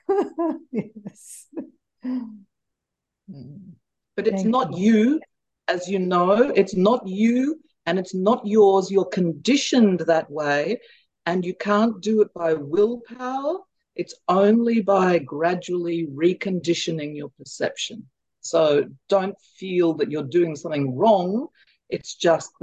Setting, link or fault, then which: link, video call